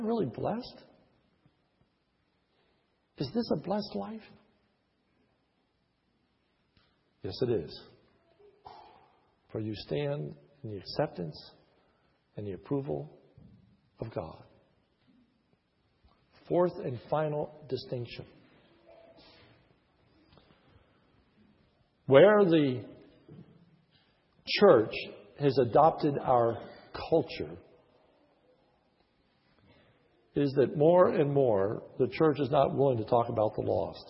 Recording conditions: large echoing room